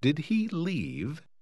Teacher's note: a maneira como a entonação se eleva ao final de uma pergunta